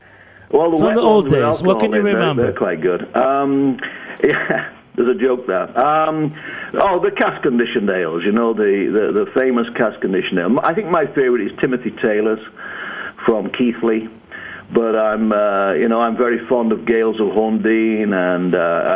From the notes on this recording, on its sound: Is joined in the studio. Joins us over the phone.